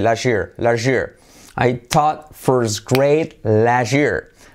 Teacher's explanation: al unir la T y la Y de last year se queda last year, como una SH